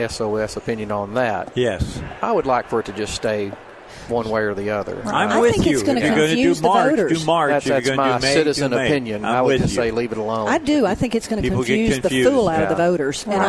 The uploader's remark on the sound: Live at the State Capitol for Filing Day